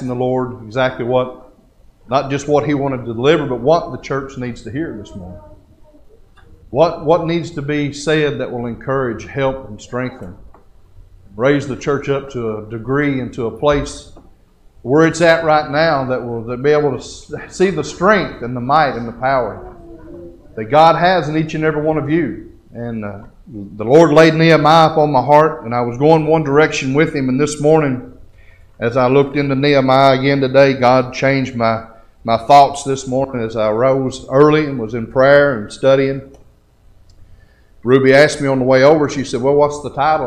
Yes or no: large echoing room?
yes